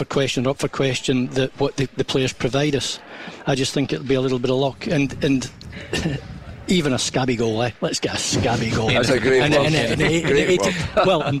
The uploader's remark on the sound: live from Scotland HQ at Drygate Brewery